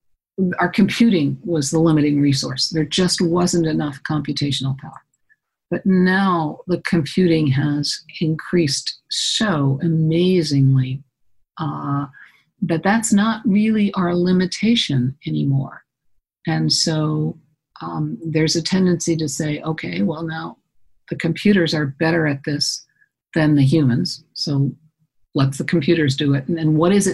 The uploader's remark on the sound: Via Skype. Part of bluedot's A Weekend In Outer Space, July 2020.